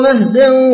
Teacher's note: قرأ الكوفيون لفظ مهدا بالقصر أي بحذف الألف بعد الهاء مع فتح الميم وسكون الهاء